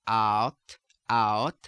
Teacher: Much more stress on the first stage of the diphthong. · Term: ow